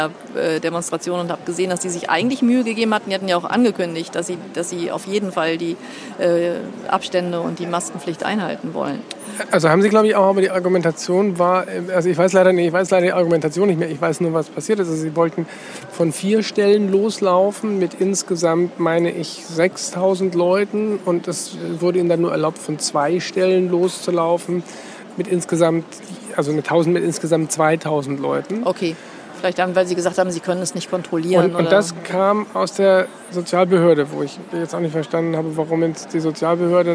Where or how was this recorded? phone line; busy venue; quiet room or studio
busy venue